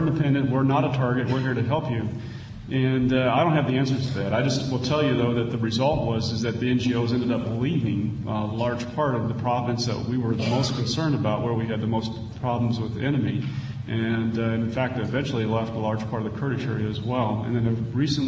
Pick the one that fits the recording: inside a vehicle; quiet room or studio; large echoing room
large echoing room